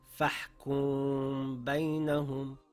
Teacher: I brought a light nasal sound through my nose, ready to pronounce the letter ba, and held it for two counts. · Term: ikhfa